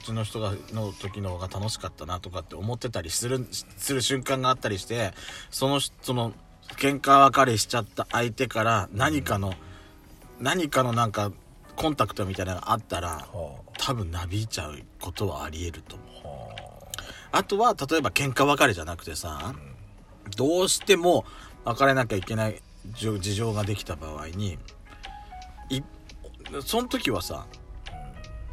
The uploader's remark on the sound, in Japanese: パーキング収録